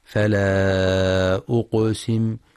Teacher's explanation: ينتبه القارئ للمد المنفصل، فلا أقسم، يمد 4 أو 5 حركات لحفص من طريق الشاطبية.